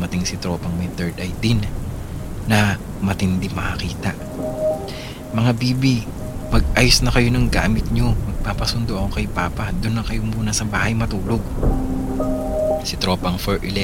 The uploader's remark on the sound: Relaxing rain sound in the background too!